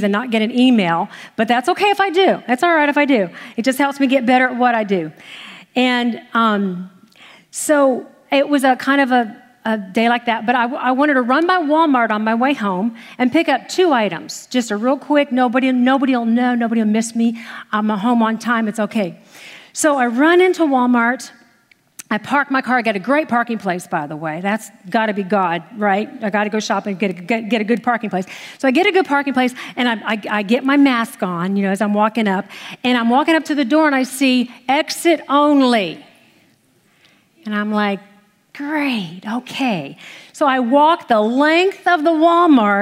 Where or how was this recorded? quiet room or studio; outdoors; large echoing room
large echoing room